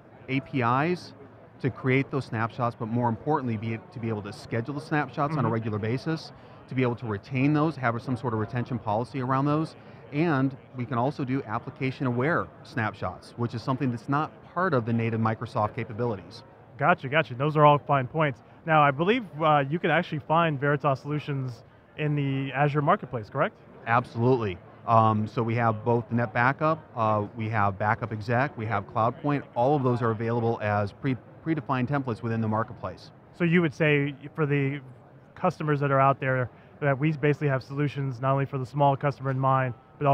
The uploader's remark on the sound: live from Microsoft Inspire